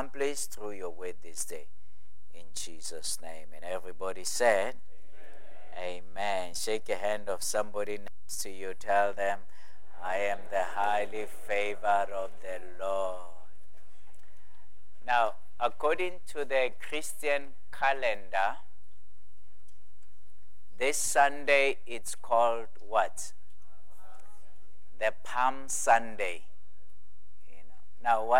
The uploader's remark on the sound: at God's Tabernacle Christian Family Church's evening service